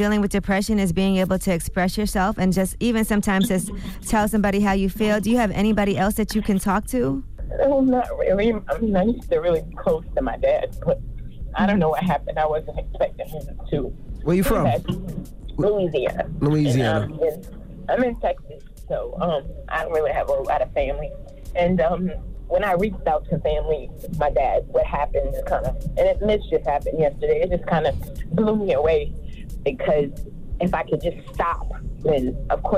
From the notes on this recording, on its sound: We opened up the phone lines to see what our listeners would do if someone followed them home.